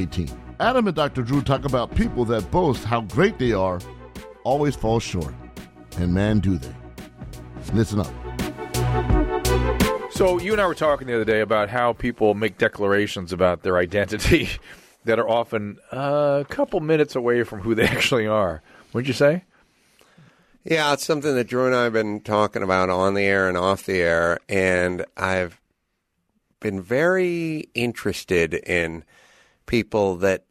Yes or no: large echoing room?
no